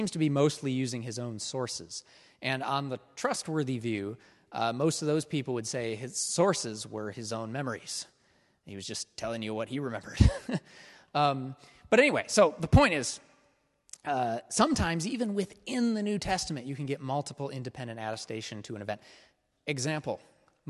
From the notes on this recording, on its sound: This is a recording of the first week of Part 1 of our in-person course. (class format).